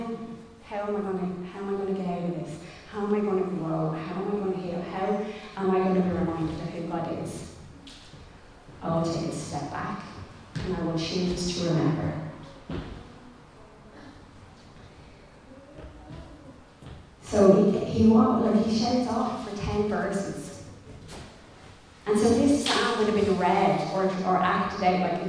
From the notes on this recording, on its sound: Recorded live in Liberty Church on 27 June 2021